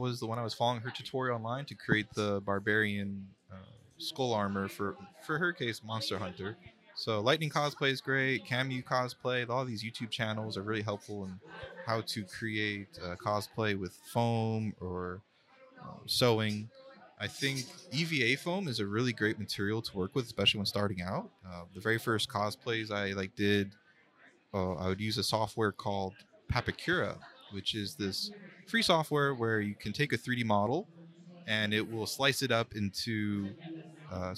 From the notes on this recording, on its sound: Recorded at Tampa Bay Comic Con 2023.